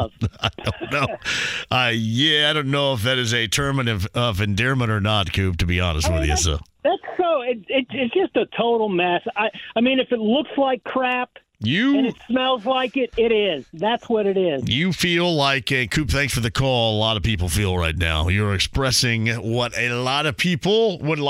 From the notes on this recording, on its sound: opens the phone lines up and takes a call!